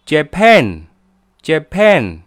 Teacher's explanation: 你看重音在后面的